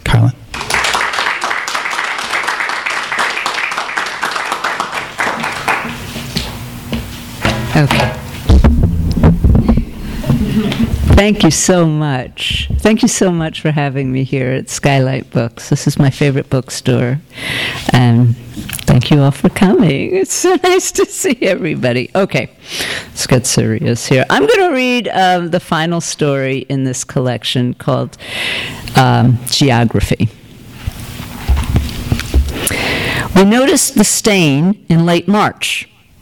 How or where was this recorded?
live audience